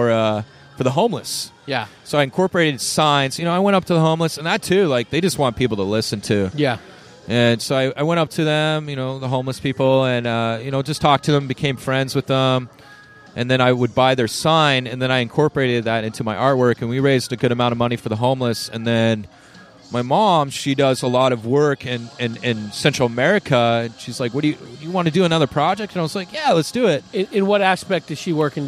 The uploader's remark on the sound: Recorded on the rooftop. From Rock Bar, Scottsdale AZ.